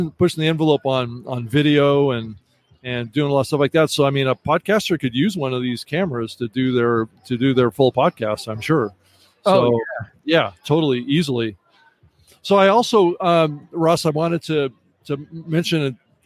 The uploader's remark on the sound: Joins us live from the showroom floor at CES.